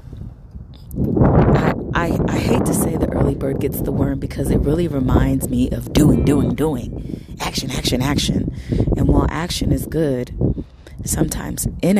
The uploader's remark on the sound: Recording from the heart of nature.